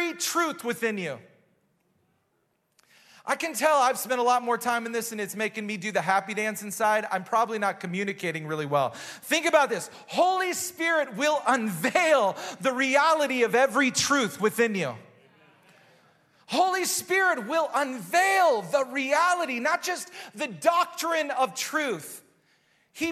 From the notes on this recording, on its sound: Recorded live at Hope Church in Springfield, Mo.